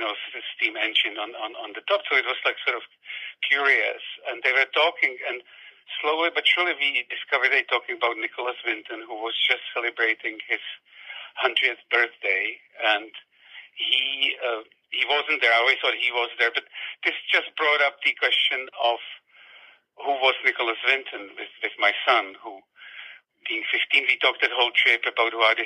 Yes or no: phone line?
yes